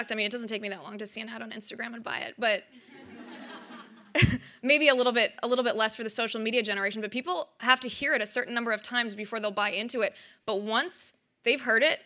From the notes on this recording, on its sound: Her remarks were recorded at our 2019 Western Women's Summit hosted by the CBL Center for Conservative Women in Santa Barbara CA on April 5, 2019.